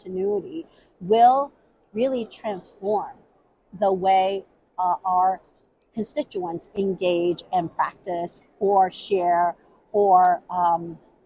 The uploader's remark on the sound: on the HIMSS 2023 Exhibit Hall floor